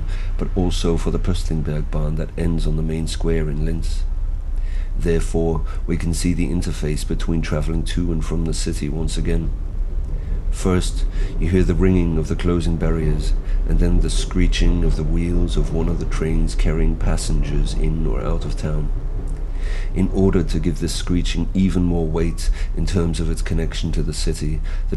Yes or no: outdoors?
yes